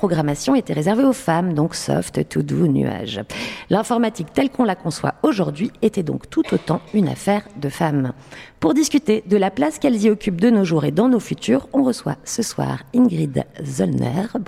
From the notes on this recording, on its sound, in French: Une émission enregistrée au bar The Island de Pernod Ricard France